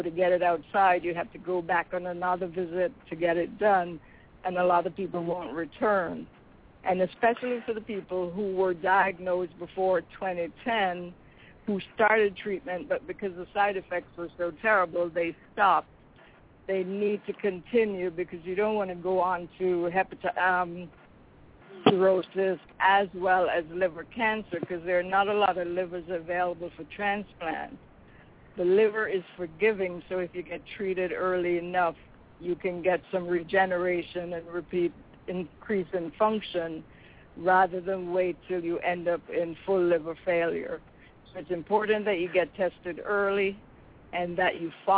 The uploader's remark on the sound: "LIVE" from the Great American Trucking Show. Whoever gets pulled into the show as they walk by! Takes you "inside" GATS 2014.